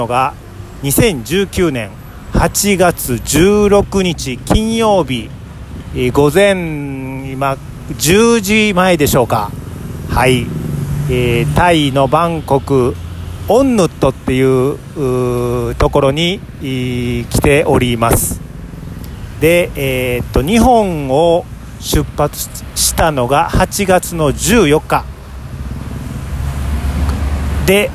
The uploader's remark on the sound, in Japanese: バンコク一人旅（特別編）：オンヌット駅近くの路上から部長が一人でラジオ収録！今回の旅ラジオは、バンコク滞在中に収録した音源をお届けします。